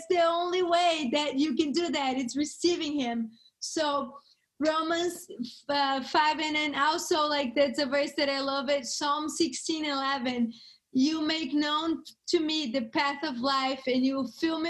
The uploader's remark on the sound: This podcast is from a series of weekly Brave Love Bible studies. Held over zoom.